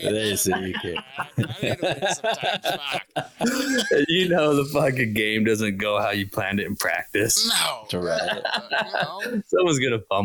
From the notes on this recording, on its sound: Sorry if audio is bad.